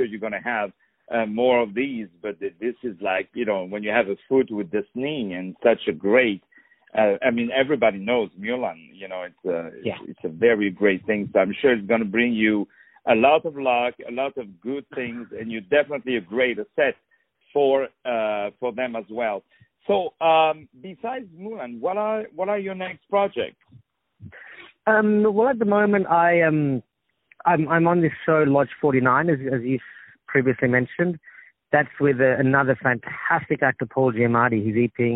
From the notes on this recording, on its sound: On the phone.